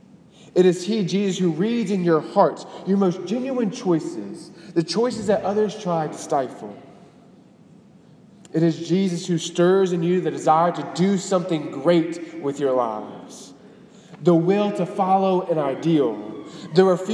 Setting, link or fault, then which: setting, large echoing room